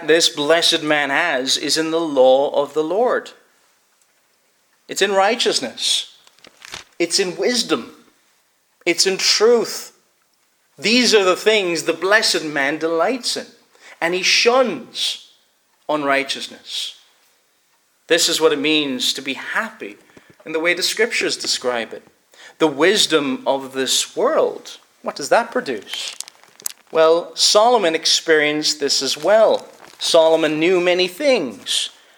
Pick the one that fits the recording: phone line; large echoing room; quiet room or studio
large echoing room